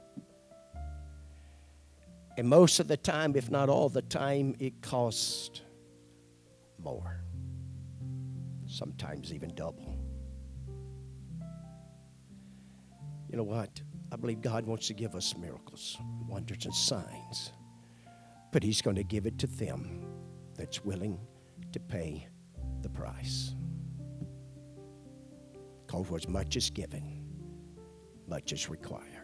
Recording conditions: large echoing room